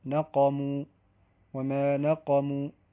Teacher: المشاركة إن كان فيها من ملاحظات فتتعلق ببعض صفات الحروف، مثلا حرف القاف في قوله تعالى وما نقموا، تفخيم الحرف، حرف القاف، لأنه من حروف الاستعلاء